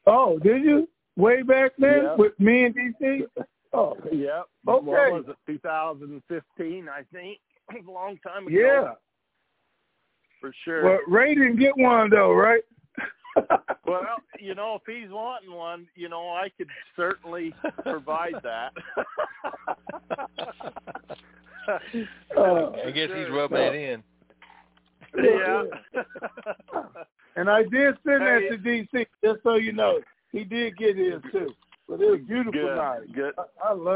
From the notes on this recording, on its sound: TNTSuperfantastic Conference Call.